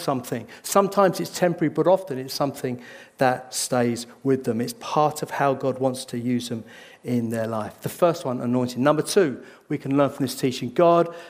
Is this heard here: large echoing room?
yes